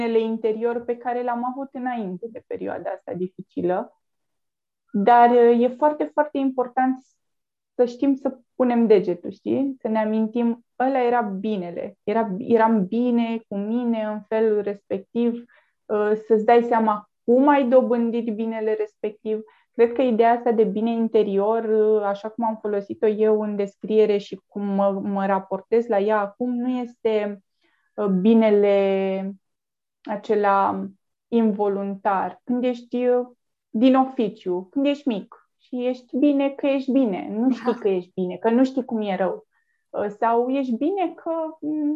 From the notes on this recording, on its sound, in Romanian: Înregistrările sunt realizate pe Zoom, ne cerem scuze pentru posibilele întreruperi.